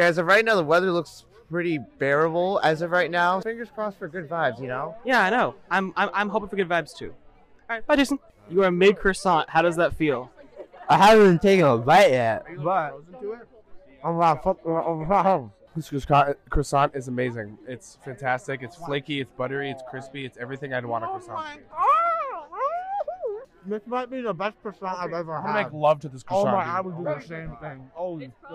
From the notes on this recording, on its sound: Enjoy these highlights and interviews from our trip to perform at the 2022 Collegiate Marching Band Festival in Allentown, PA.